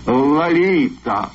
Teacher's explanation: Первый слог имени звучит скорее как «а», чем «о», а остальное похоже на испанский.